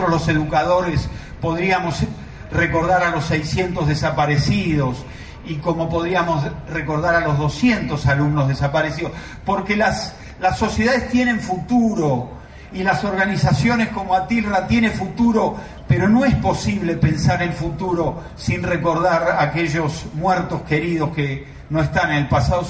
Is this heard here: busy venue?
yes